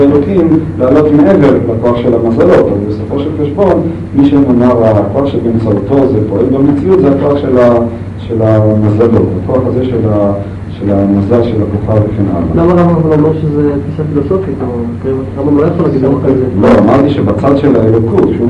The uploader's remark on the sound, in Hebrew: ההקלטה באיכות נמוכה